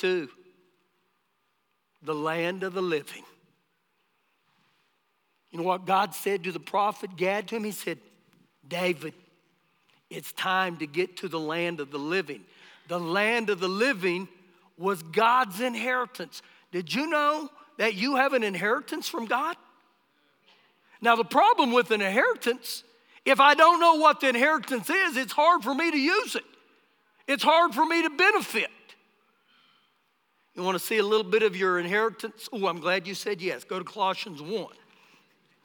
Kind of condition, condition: setting, live audience